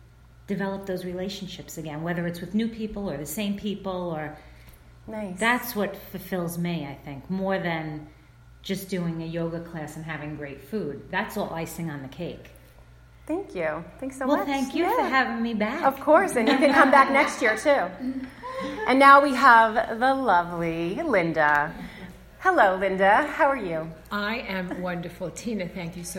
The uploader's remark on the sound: Live from The Intuitive Woman Retreat.